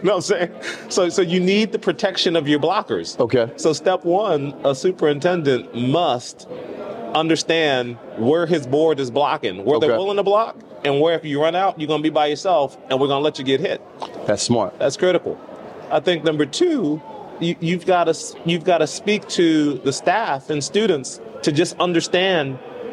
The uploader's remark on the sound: broadcasts directly from the vibrant heart of the NABSE Conference in New Orleans